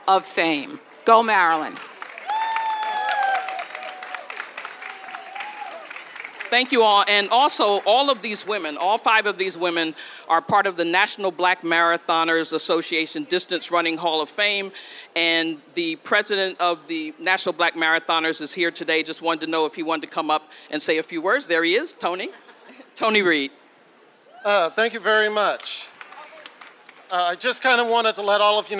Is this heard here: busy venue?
yes